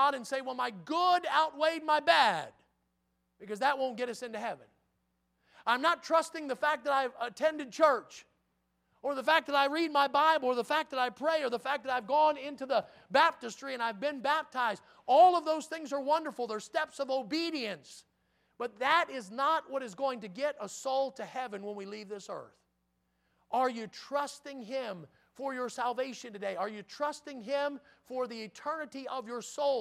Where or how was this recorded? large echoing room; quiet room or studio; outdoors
large echoing room